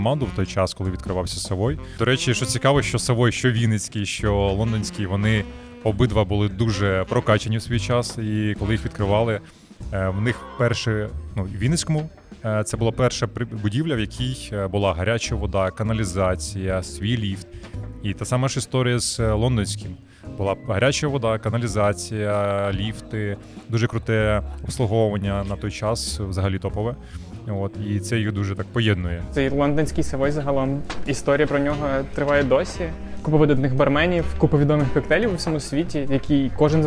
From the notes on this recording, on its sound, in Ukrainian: Одинадцятий епізод записали у Вінниці в дружньому барі «Полуночники»